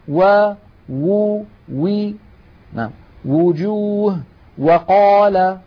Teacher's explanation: الواو تخرج بانضمام الشفتين إلى الأمام مع إبقاء فرجة بينهما، يعني في هناك فجوة.